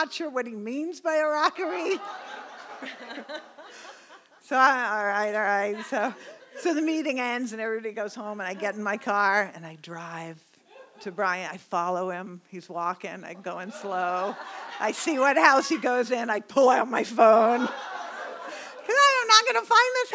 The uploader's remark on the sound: This event was recorded in front of a live audience on July 18, 2017 at Wellfleet Preservation Hall in Cape Cod, Massachusetts.